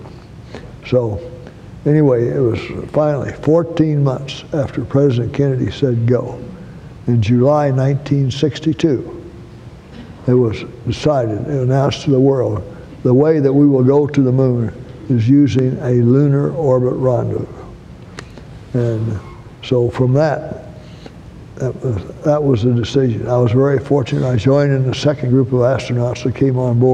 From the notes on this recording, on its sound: In this recording of a live panel at the Johnson Space Center.